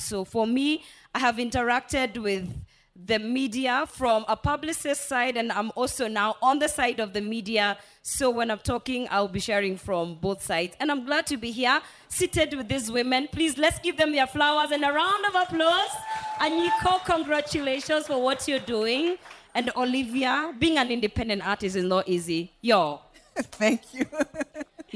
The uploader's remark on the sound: VIP ACCESS Podcast first pop-up event attracted young up and coming artists and PR professionals, who joined an open Q&A session. This was the second conversation recorded at VIP ACCESS Podcast's first live recording event (Dec 3 2023).